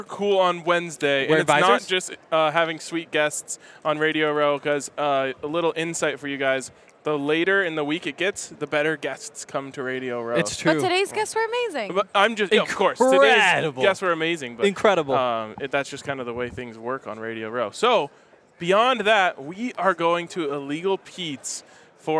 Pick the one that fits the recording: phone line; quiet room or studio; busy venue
busy venue